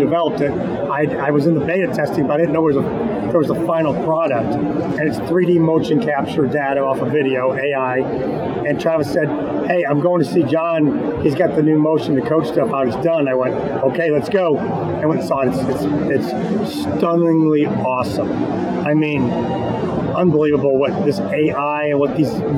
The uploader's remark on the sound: Live From the Floor of the PGA Merchandise Show.